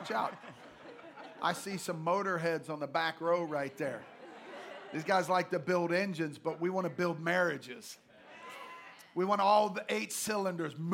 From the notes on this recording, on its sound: Live from GLC. LIVE podcast.